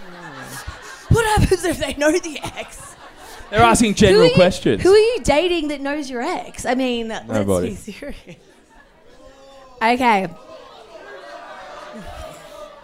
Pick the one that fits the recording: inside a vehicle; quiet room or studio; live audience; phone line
live audience